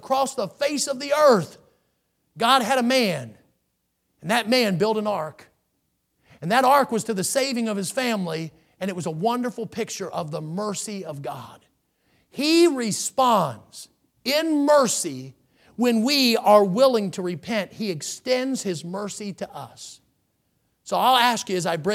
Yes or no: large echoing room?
yes